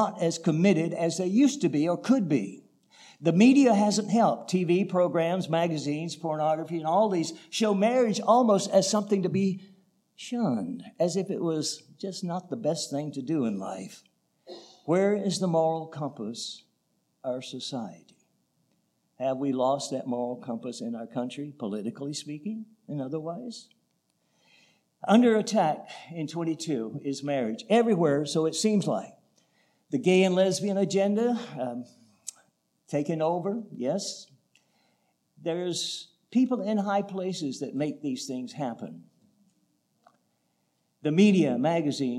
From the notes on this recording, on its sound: recorded November 19, 2022, at the Ringgold Seventh-day Adventist Church